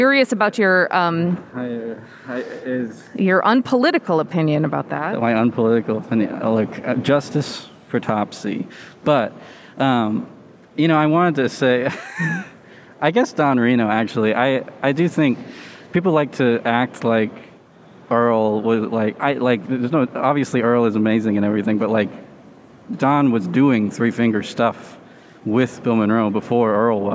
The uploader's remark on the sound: IBMA "Man on the Street" Interviews!